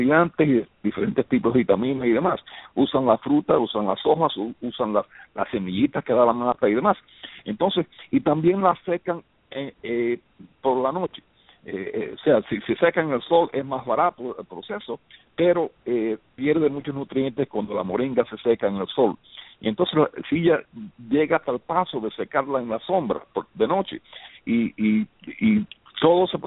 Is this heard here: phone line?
yes